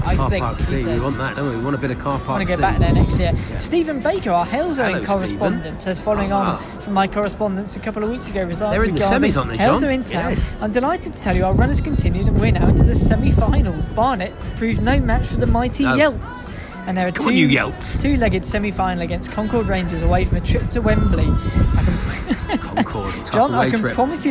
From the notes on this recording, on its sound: This week we're on the road again. Taking us for a day out at Sutton United, plenty of horsey atmosphere at the Cheltenham Festival.